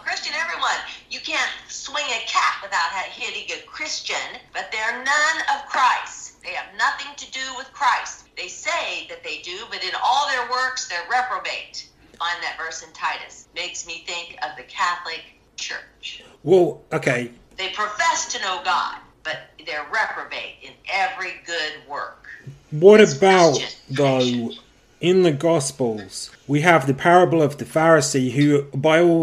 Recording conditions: video call